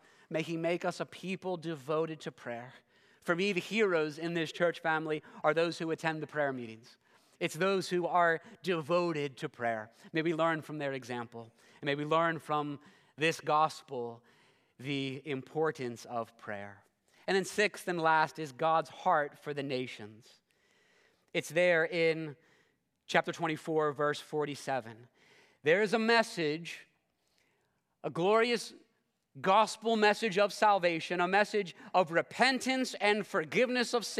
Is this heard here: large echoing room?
yes